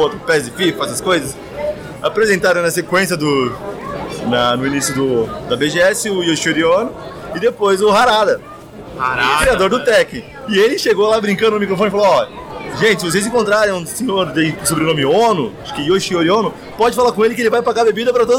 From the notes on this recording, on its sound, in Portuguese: Lendas presentes na #BGS2018. Em nosso último podcast gravado na #BGS2018.